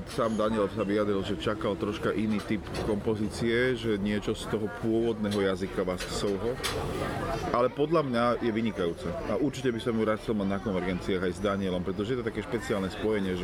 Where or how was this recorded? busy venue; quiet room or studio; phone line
busy venue